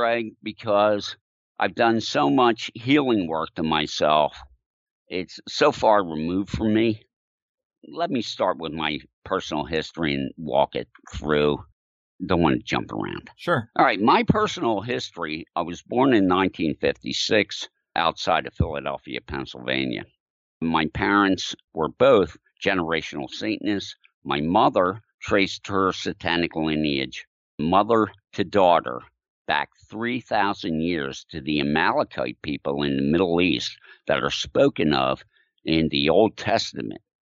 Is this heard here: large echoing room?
no